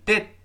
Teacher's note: 最后那个 D 一定要失去爆破